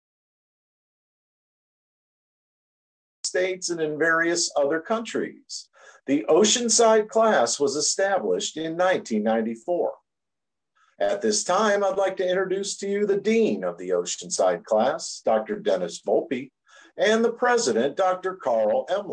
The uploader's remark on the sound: Oceanside Zoom Class.